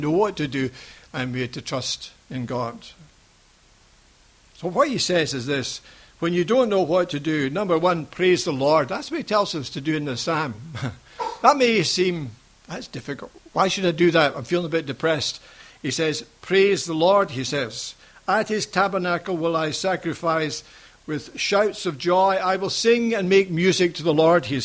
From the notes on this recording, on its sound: Recorded at freedomcentre church, Preston on Sunday 2nd August 2015